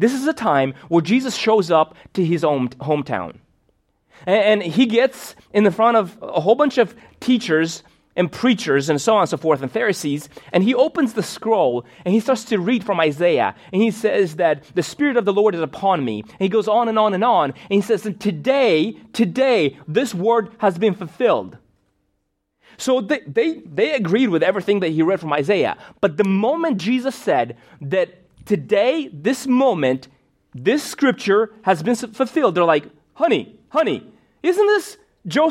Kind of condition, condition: setting, large echoing room